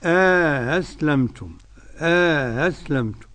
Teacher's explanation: أأسلمتم همزتين من كلمة مفتوحتان، أأسلمتم، قرأ قالون وأبو عمرو وأبو جعفر بتسهيل الهمزة الثانية مع إدخال ألف بينهما